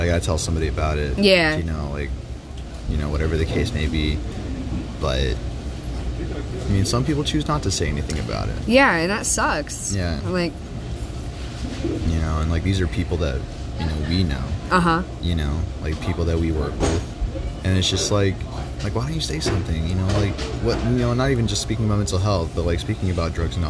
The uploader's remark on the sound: It's the first episode done in a public setting, and it doesn't sound that bad!